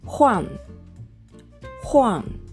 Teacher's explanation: 上から下に急降下する音になります · Term: 第4声